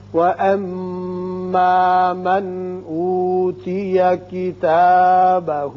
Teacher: من اوتي واما من اوتي، ميم مشدد ہے، غنہ کریں گے، یہاں نون ساکن کے بعد حمزہ ہے، لہذا ہم یہاں اظہار کریں گے، اظہار حلق